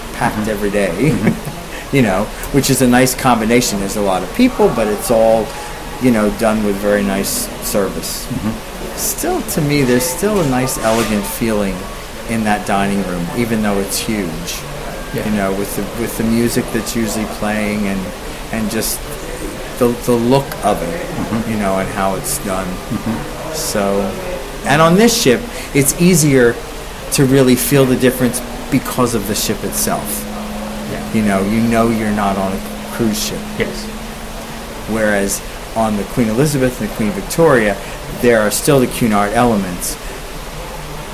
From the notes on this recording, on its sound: Recorded on-board Cunard Queen Mary 2